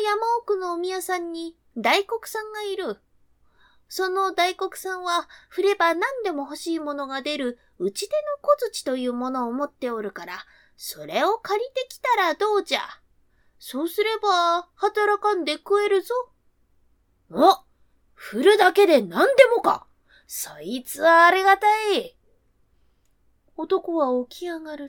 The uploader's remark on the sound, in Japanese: 自宅録音ですのでノイズなどはご了承くださいませ。